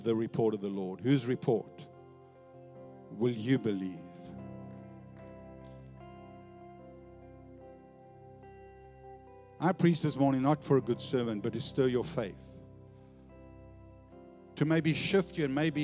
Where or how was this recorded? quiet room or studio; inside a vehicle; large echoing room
large echoing room